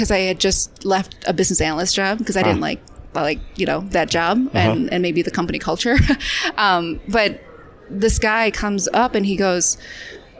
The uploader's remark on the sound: at the Staffing World 2021 conference in Denver